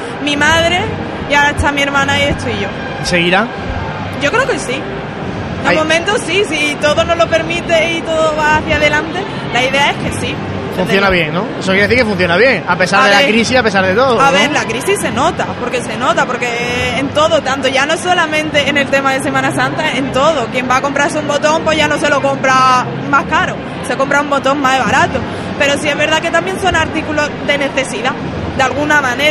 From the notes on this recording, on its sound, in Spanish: Radio Pasión en Jaén estuvo presente en la feria cofrade ANCOAR, palpando el ambiente allí vivido. En este programa especial, grabado desde el mismo recinto de IFEJA.